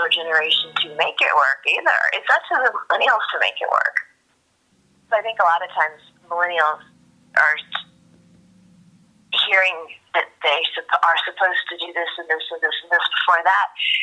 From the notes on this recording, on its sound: Take a listen to my phone call